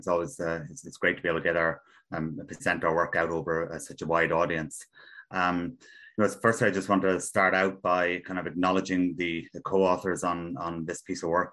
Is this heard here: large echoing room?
no